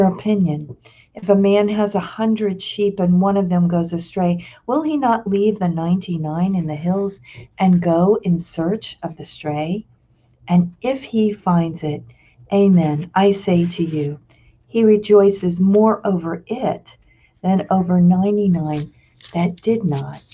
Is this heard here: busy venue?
no